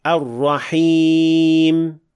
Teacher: not following through with the ghunna sound enough when producing the meme at the end of the word, making the meme almost inaudible